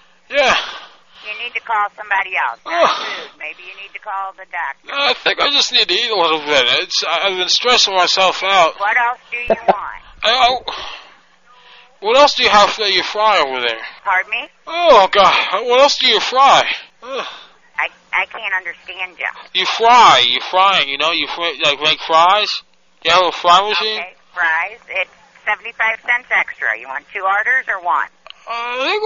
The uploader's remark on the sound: Prank Phone Calls Collection